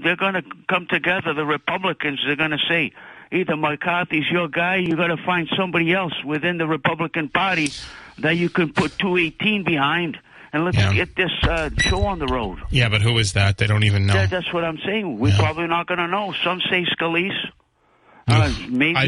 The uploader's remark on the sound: takes calls from the audience